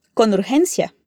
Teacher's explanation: vas a conectar la N con la U y el sonido de la G es el mismo que vimos en la palabra Sergio.